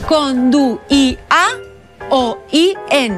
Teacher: La dièresi en la I intervocàlica indica que la I és una vocal i que per tant es llig en una síl·laba diferent